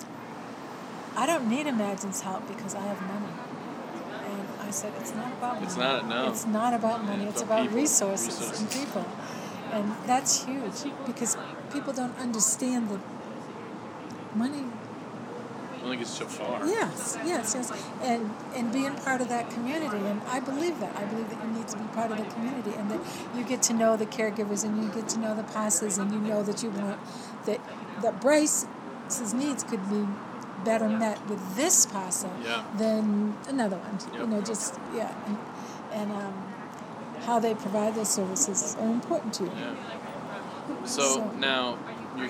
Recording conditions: sounds in the background